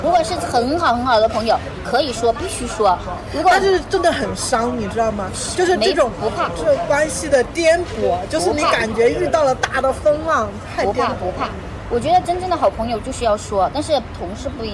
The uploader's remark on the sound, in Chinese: 室外录音，尝试降噪后声音古怪，保留了咖啡店杂音。